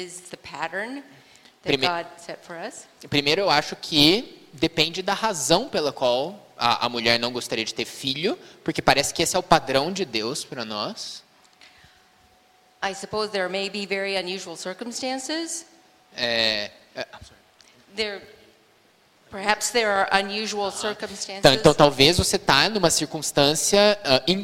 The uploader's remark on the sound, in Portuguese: Conferência de Mulheres IBJM. Audio gravado na Igreja Batista Jardim Minesota.